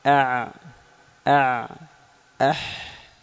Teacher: الثالث وسط الحلق ويخرج منه العين والحاء